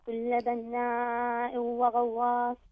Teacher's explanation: كل بناء وغواص، النون المشددة تحتاج إلى غنة مقدارها حركتين